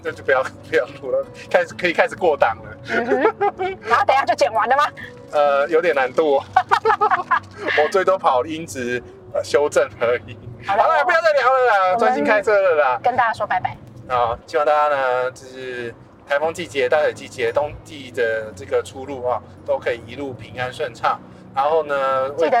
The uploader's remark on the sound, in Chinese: 本集因為在高速公路邊聊天邊錄音。背景噪音已經做過相對應處理，但還是沒辦法跟其他集數相比。